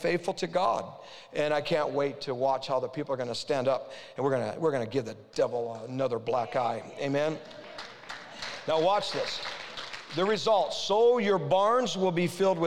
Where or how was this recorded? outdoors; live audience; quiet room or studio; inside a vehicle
live audience